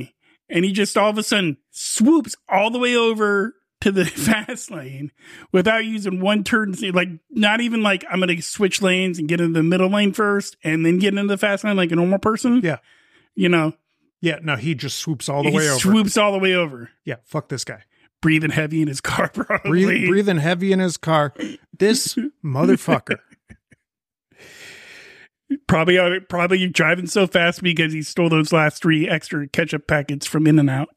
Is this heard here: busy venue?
no